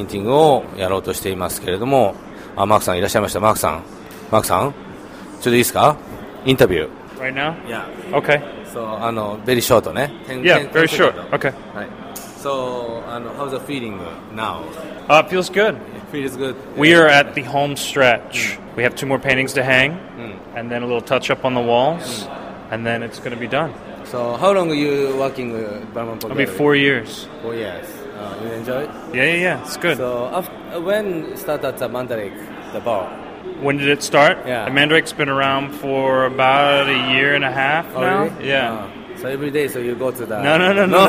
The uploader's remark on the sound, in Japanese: FROM ＬＡ。ブラム＆ポーギャラリーでの個展の準備の現場からお送りしています！